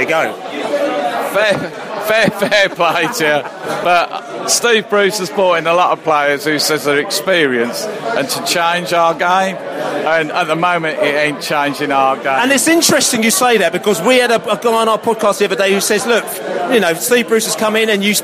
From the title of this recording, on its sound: post-match podcast from the pub